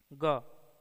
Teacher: यह हिंदी की कंठ, सघोष, स्पर्श, अल्पप्राण ध्वनि है